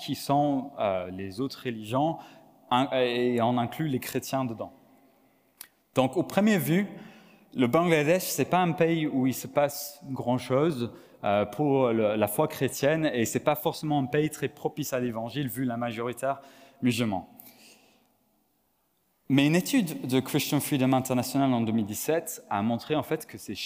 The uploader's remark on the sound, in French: Enregistré à l'église CVV, le 18/09/2022